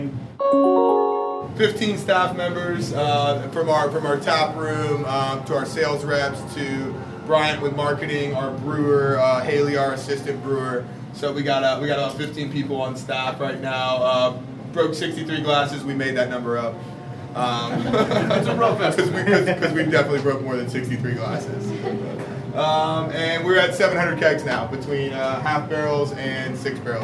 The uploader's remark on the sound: LIVE 81Bay Brewing Co. The Best MicroBrewery in South Tampa.